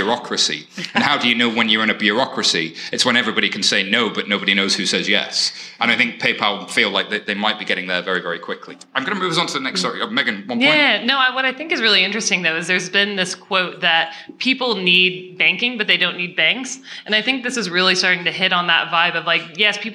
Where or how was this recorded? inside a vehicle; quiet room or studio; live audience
live audience